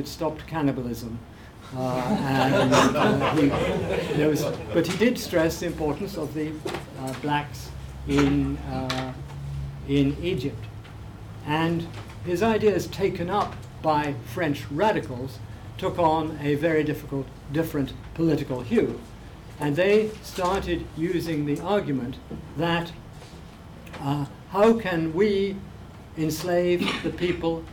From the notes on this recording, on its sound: speaking at the African Athena conference